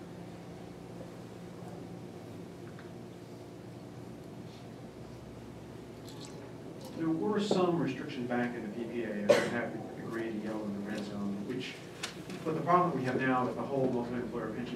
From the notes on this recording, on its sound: The Ripon Society held a “Bully Pulpit” Policy Conference. The conference was held from 11:30 am – 1:30 pm in the Eisenhower Room of the Capitol Hill Club, located at 300 First Street, SE, in Washington, DC. The conference featured speeches by three Members of Congress who had called for pension reform, followed by a panel of experts.